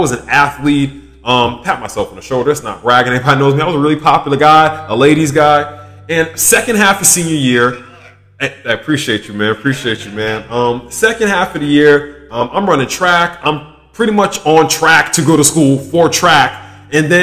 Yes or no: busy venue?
no